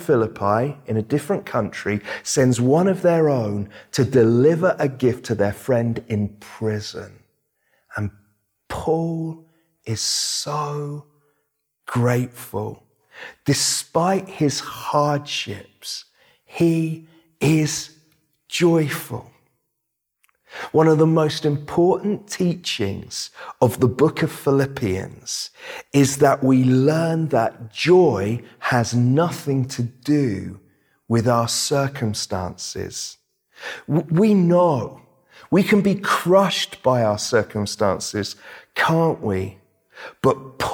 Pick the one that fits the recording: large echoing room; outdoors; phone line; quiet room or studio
large echoing room